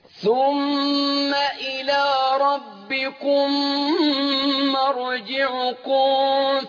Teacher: إدغام الميم الساكنة في الميم المتحركة فشددت الميم نتيجة الإدغام فانحقق بقى الغنة في الميم